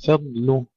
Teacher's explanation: ترقيق الفاء ثم ترقيق اللام، وبينهما الضاد المفخمة مع استطالتها